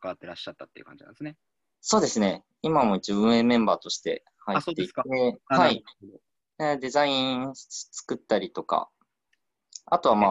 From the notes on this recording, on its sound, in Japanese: ラジオ放送は生放送で収録します。Zoomというツールを使って生放送！